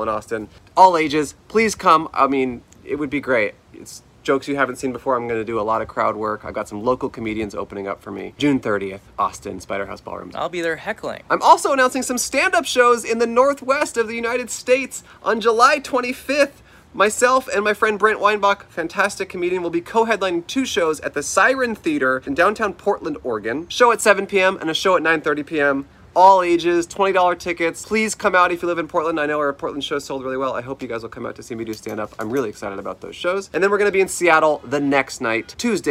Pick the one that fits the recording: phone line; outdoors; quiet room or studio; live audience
outdoors